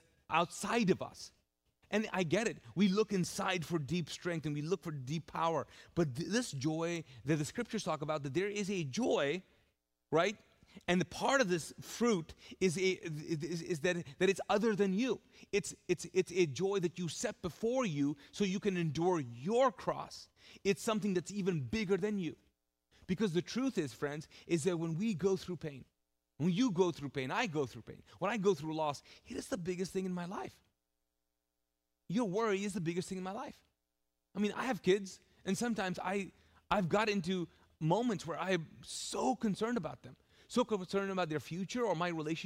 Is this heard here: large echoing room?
yes